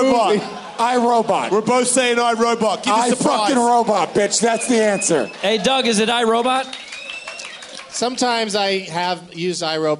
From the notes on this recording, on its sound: Live from Vinyl in the Hard Rock Hotel and Casino in Las Vegas, as part of Ellismania